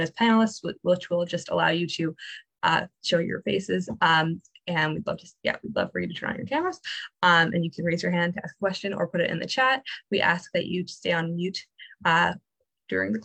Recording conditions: video call